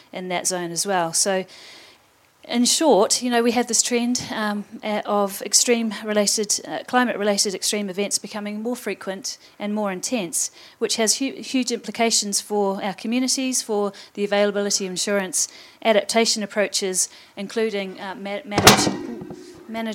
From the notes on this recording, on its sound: Live recording from NZISF 2023. Representatives of each Science Challenge will gather in Dunedin across four nights. This talk was recorded live on 5 July 2023 as part of the New Zealand International Science Festival.